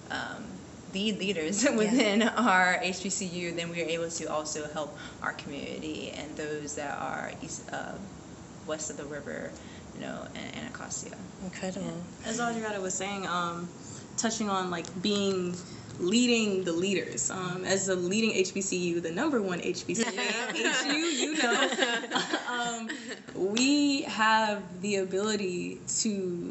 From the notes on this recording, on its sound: We were speaking together during a break at a Smithsonian conference for Women Environmental Leaders.